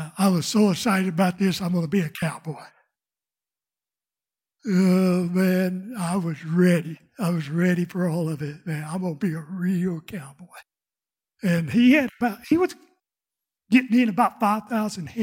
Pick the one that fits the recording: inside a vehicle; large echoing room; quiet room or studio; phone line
large echoing room